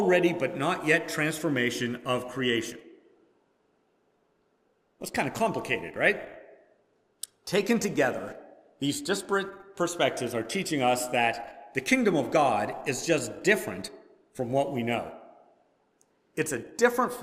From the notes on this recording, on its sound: Preached at First Presbyterian Church of Rolla on All Saints’ Sunday.